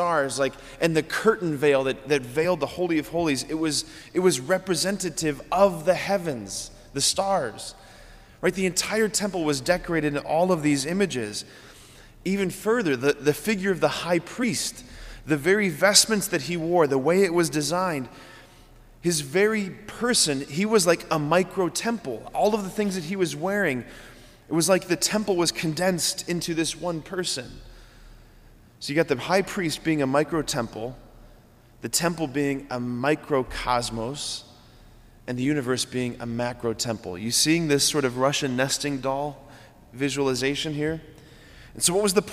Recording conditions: large echoing room